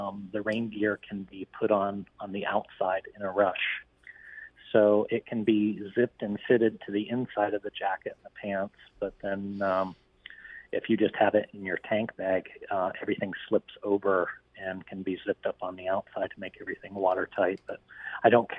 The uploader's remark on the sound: Calls in from a corn field in Nebraska while on tour.